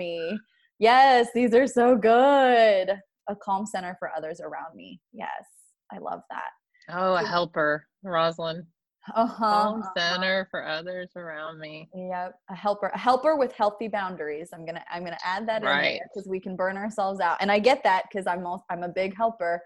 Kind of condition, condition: link, video call